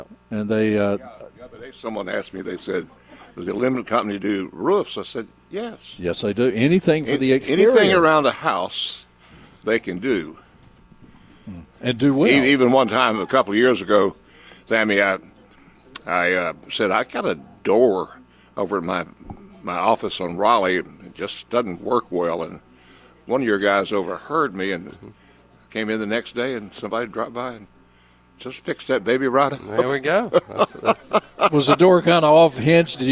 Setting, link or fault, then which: setting, busy venue